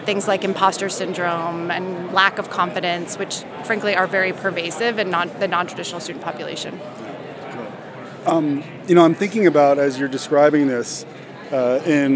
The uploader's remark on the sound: OLC Innovate 2023 onsite recording. Walk the vendor floor at the OLC Innovate Conference in Nashville, TN.